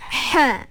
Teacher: Huruf angin kita panggil. Huruf yang kena ada angin. Kalau tak ada angin salah.